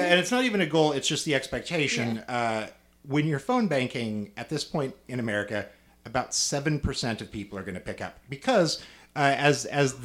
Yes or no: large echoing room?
no